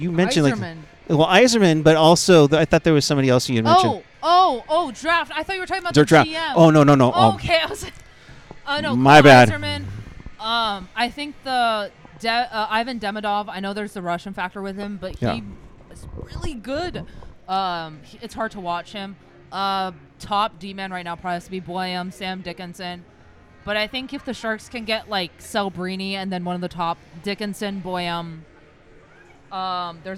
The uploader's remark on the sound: Live from the Shark Tank